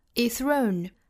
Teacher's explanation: is 和 thrown 两个辅音相撞我们取后面的这个 th 的舌头伸出来的这个 thrown 前面这个 z 省掉